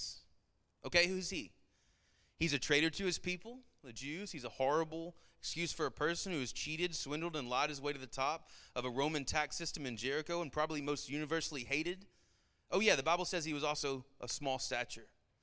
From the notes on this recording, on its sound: Sermon Audio from our Worship service